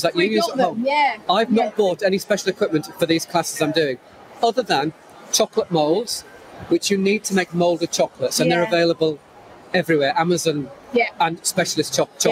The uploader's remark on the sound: Were privileged to be invited to podcast live from the Cake and Bake Show. It was a busy and noisy show, and they have done their best in the edit to muffle some of the background noise.